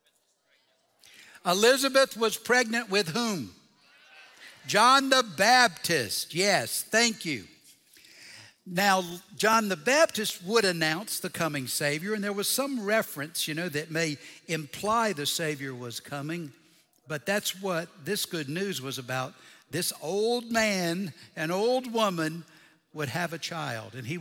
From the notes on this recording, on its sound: Recorded Live at Brookwood Church.